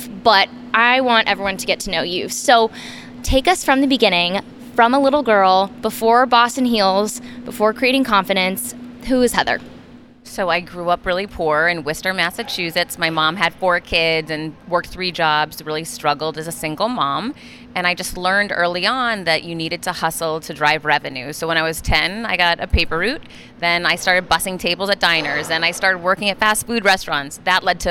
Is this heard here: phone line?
no